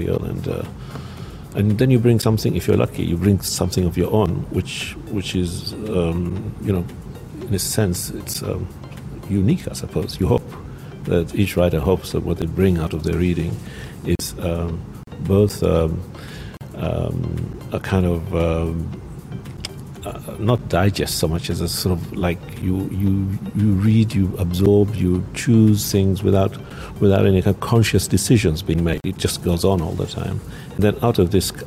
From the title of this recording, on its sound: Pulse Live at SIBF 2021